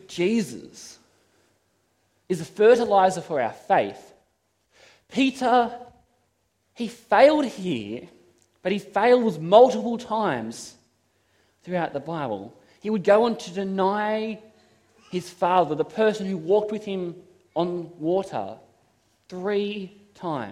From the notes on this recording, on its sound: This is a sermon I preached at Toronto SDA Church.